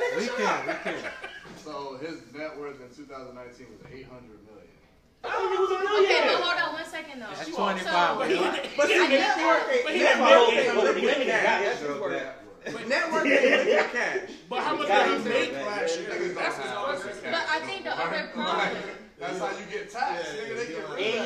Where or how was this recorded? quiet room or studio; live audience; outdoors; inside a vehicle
live audience